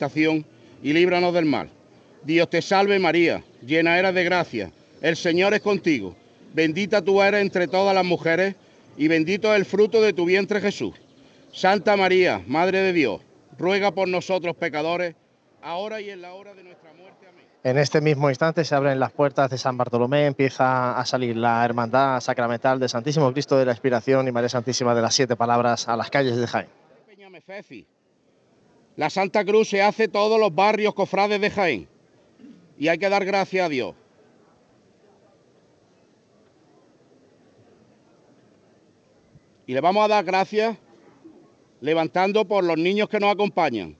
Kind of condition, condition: setting, outdoors